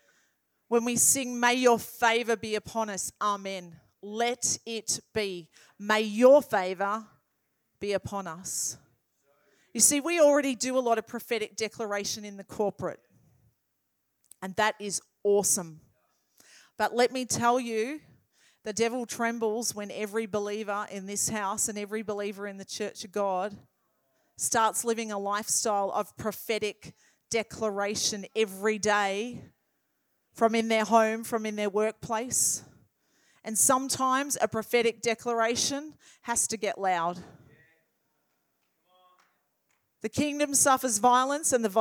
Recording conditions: large echoing room